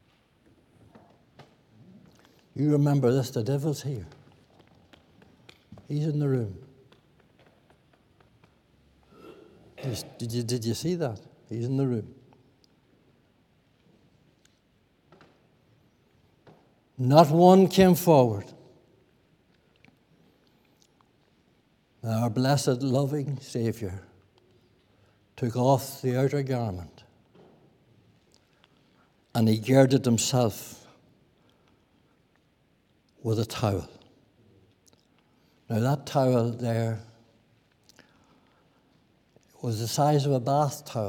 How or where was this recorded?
large echoing room